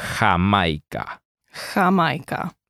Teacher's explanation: The sound is similar to the sound of the letter H in house, but by stressing the back of your throat a little bit more.